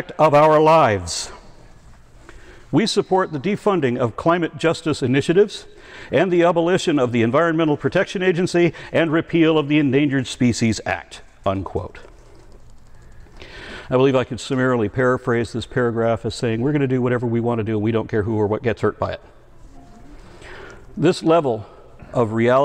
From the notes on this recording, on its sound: Recorded at the Clovis California Veterans Memorial District Hall, at the 10th Annual Heretic’s Barbecue